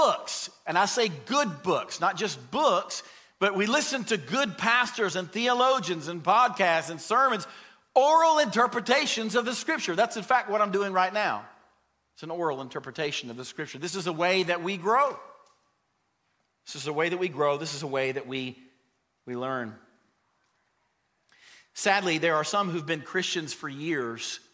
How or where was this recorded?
large echoing room